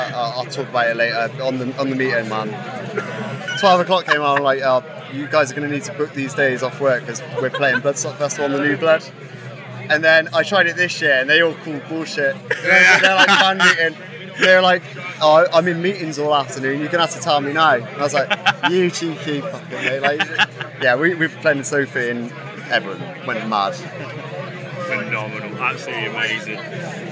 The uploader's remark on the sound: Live from Bloodstock 2023